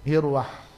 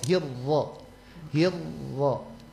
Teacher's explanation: Cuma untuk peralihan dari hi ke ra masih bergerak bibir · Shown in: first take · hirwah hirro hirro, jadi maunya itu dia dari ha itu, dari hi itu langsung ke ro, hirro hirro, ya gitu.